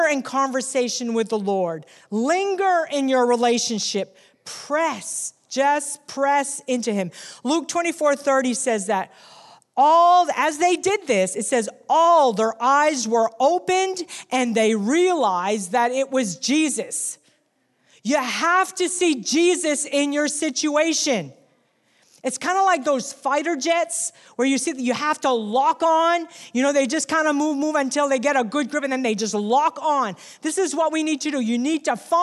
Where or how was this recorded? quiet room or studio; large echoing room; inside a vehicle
large echoing room